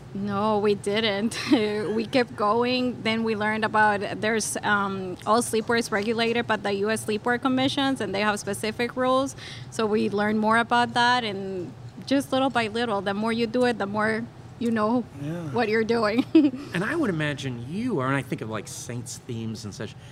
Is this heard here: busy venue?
yes